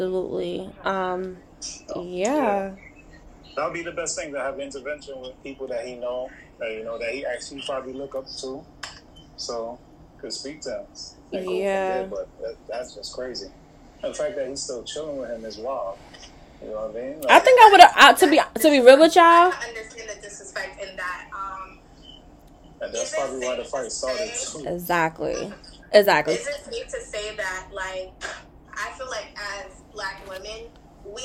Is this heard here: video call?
yes